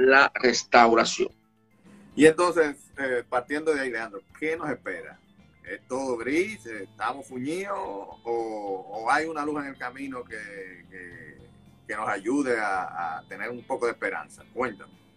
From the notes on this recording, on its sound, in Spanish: En abril 30 del 2020 hice un Instagram Live